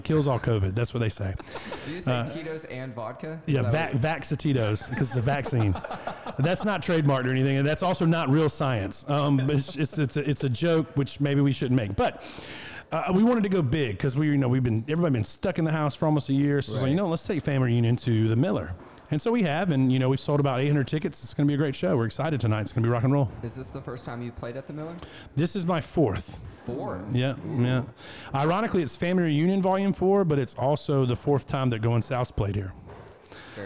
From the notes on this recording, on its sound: This episode was recorded "live" backstage